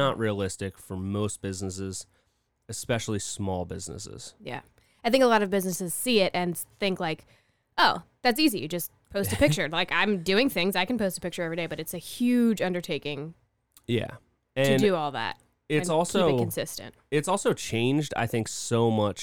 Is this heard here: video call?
no